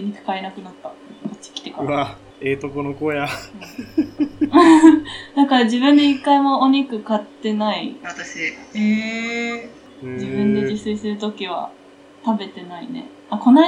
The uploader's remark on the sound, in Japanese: 音質が不安定です、ごめんなさい。